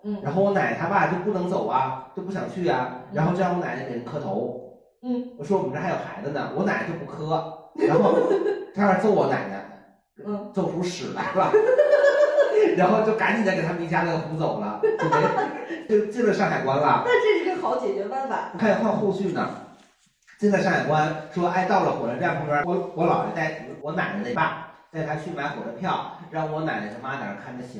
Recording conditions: poor microphone